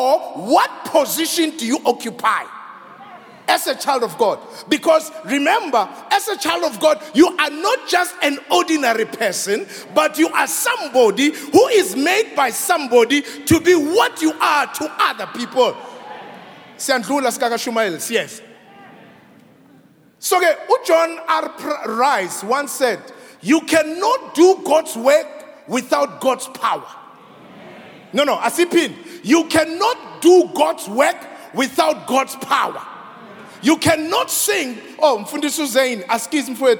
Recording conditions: large echoing room